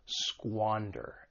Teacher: the verb has two syllables. The stress is on that first syllable, squander. And keep in mind that S-Q-U-A has that squa sound, to squander something.